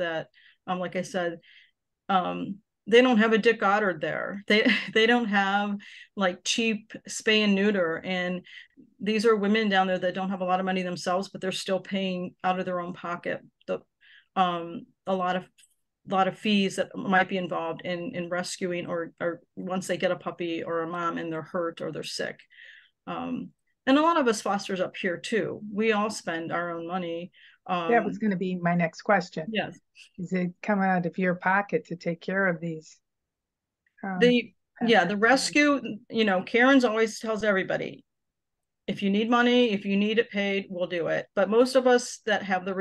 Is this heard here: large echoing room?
no